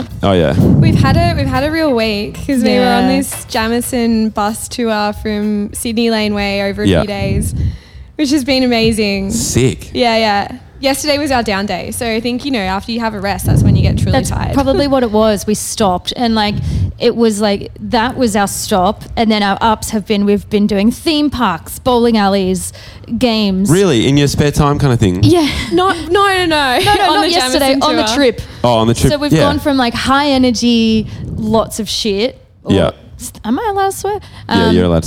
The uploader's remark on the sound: We sat down backstage before our set at Laneway Festival this weekend